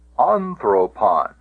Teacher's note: If the ultima is short, the accent can go back to the antepenult, and indeed that's where it is